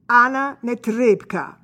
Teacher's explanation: an unaccented O in Russian takes the sound of an A.